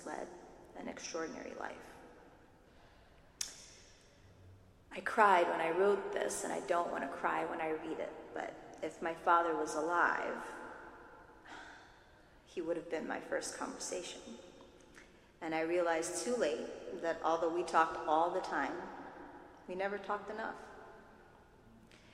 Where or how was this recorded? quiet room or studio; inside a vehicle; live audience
live audience